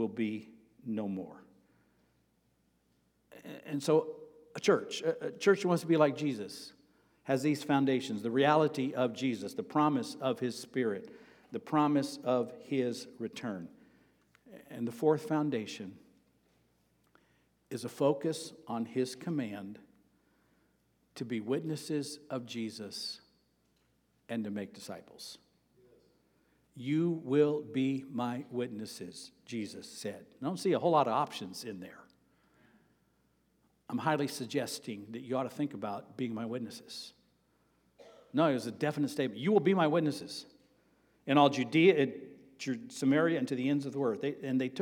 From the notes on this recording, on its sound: Sermon preached on August 7, 2023, at Avondale Baptist Church.